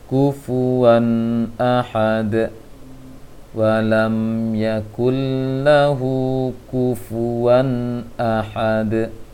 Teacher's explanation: dijelaskan bunyi nun pada tanwin itu tanpa dengung. Dijelaskan tanpa dengung.